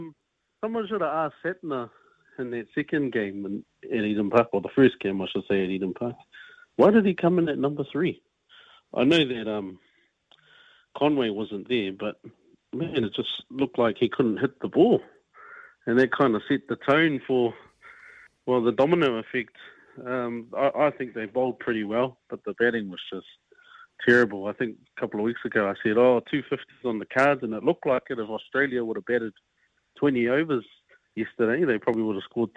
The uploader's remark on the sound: opens the phone lines